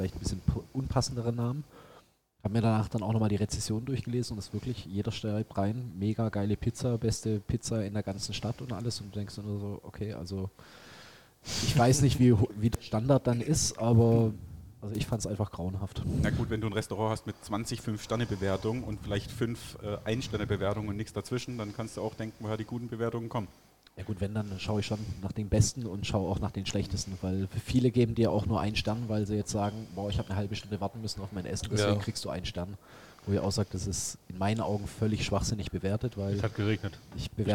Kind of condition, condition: setting, busy venue